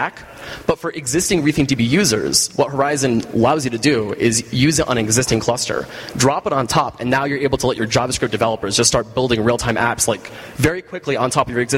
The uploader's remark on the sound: Live from ng-conf!